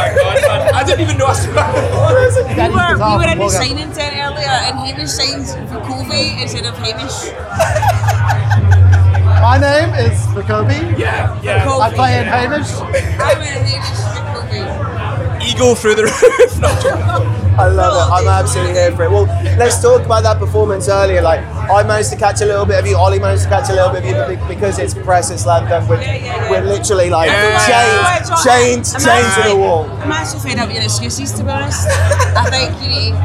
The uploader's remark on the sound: we ventured out of the studio for the first time and into the field as we covered Slam Dunk Festival 2023